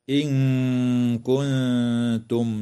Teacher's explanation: تخفى النون الساكنة مع الغنة مرققة في قوله تعالى: إن كنتم. وتظهر الميم الساكنة في كلمة كنتم، وتنتهي الآية إجماعا عند كلمة تعلمون، والوقف عليها من قبيل الوقف التام.